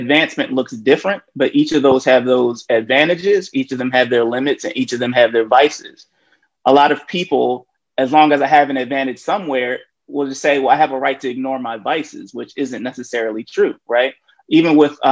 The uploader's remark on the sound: Zoom Conversation